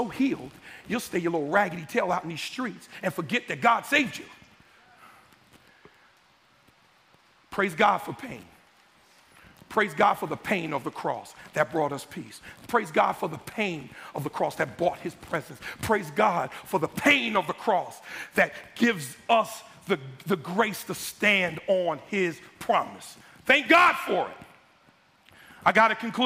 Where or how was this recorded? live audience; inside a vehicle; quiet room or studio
live audience